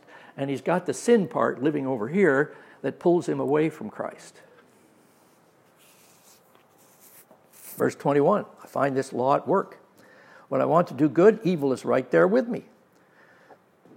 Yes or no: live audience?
yes